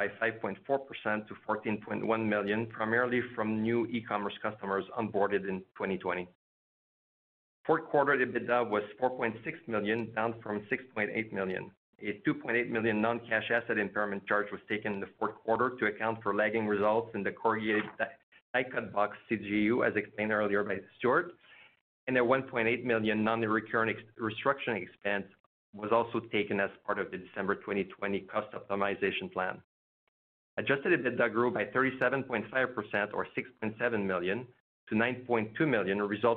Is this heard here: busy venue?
no